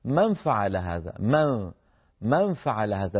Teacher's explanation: فينتقل من الميم إلى مخرج الفاء، من ولكنه لا ينطق فاء، ينطق غنة النون التي كانت مظهرة، يعني لا يقول من فعل هذا، من فمظهرة هكذا، ما أحد يفعلها، ما أحد يفعل هذا في زمن النبوة من العرب، وإلا لكان أئمة اللغة ذكروا ذلك. · Term: الإخفاء